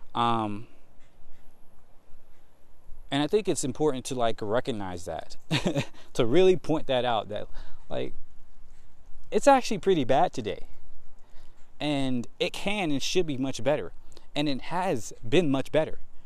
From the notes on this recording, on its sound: Today I just walk and talk